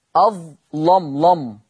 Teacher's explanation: وقرأ ورش بتغليظ اللام في أظلم